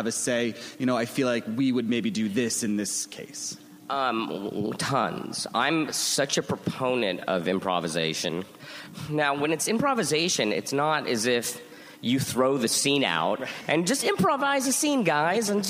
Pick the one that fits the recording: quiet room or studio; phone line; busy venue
busy venue